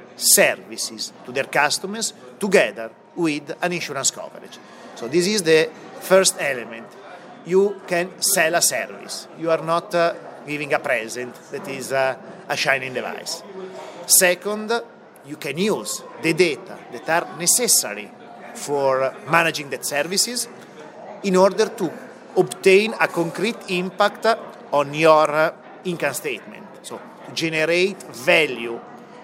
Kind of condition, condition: setting, busy venue